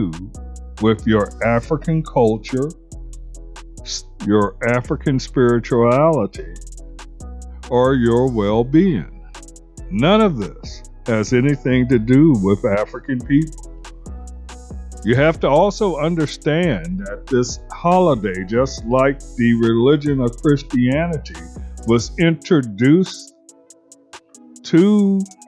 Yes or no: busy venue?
no